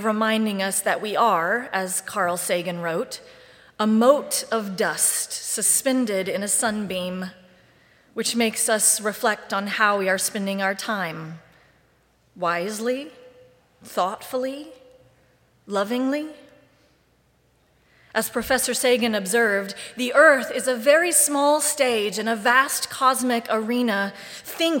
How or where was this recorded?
large echoing room